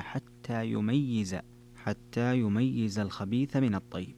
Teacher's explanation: بتشديد الياء مع كسرها